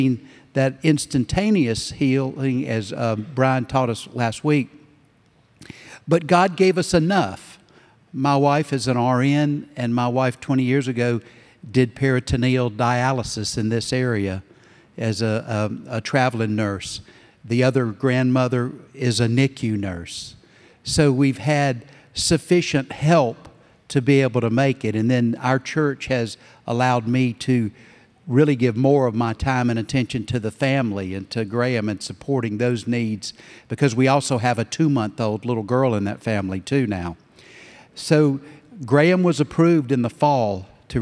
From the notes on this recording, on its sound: Recorded Live at Brookwood Church on 02.18.2024